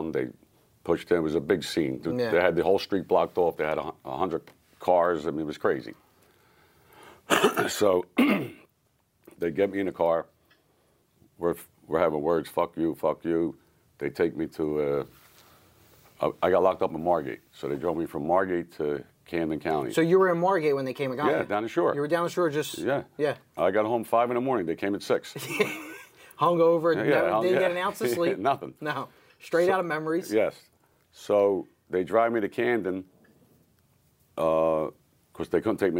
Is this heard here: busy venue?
no